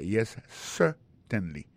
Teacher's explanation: gardez bien pour un mot certainly, un accent tombé sur le premier syllabe là · Term: accent tonique